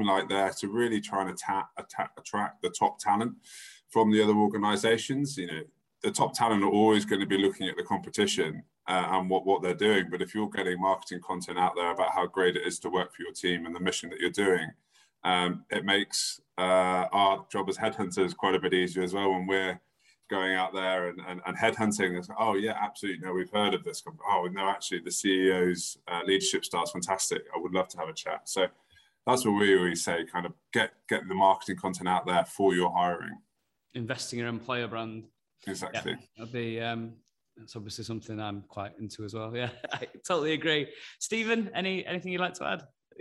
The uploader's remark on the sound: In this live webinar, hosted by CM Medical.